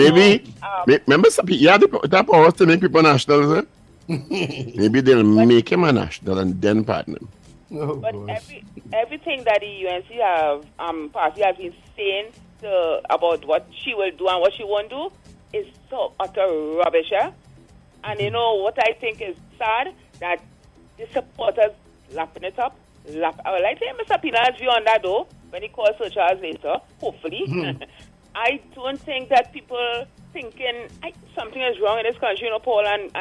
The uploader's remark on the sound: During this hour we take calls from our audience